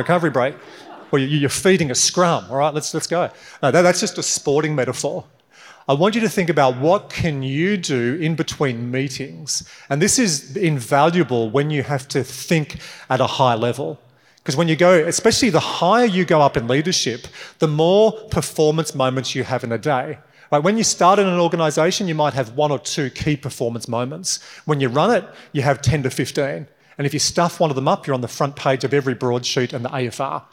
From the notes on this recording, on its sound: this episode is from a recent keynote for X15, a venture building outfit powered by Commonwealth Bank